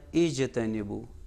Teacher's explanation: جیم حرف جیم جو ہیں حرف قلقلہ میں سے ہیں تو یہاں پر قلقلہ ہونا چاہیے